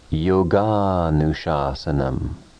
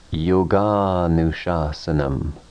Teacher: The final a of the word yoga and the beginning a of the word anushasanam blend together into a long a · Shown in: second take · which has the two words pronounced continuously without a break.